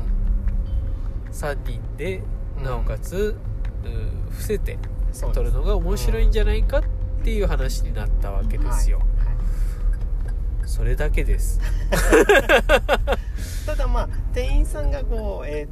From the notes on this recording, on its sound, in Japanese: 雑音が酷いですが、さて今回の収録場所はどこでしょうか。